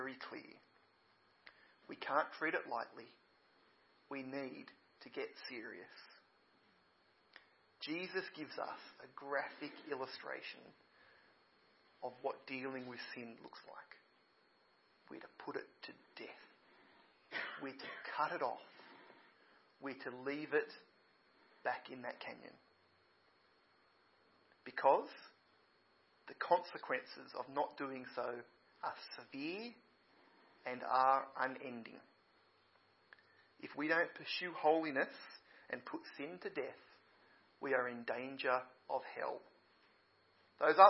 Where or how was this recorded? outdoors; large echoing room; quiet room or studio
large echoing room